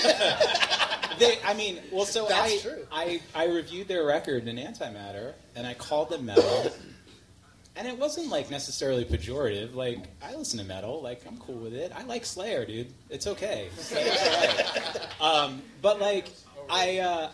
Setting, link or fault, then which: setting, live audience